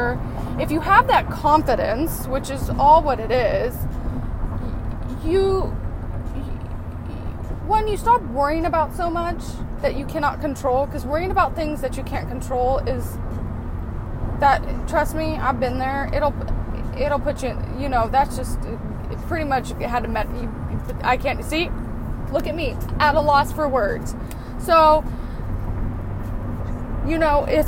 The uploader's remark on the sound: Random thoughts in the car, at the moment.